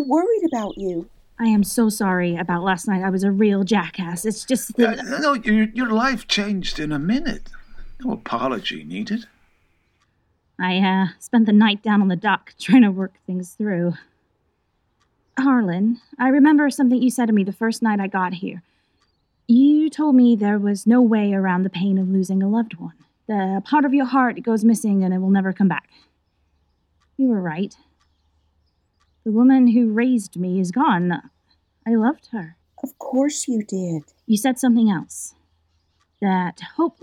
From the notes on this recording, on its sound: The production was safely rehearsed and recorded during the Coronavirus pandemic using video calls from the actors' and director's homes.